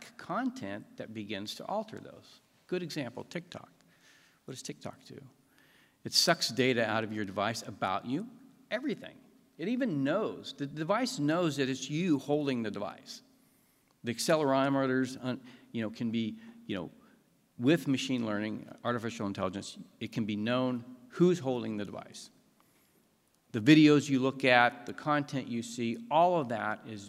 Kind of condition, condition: setting, live audience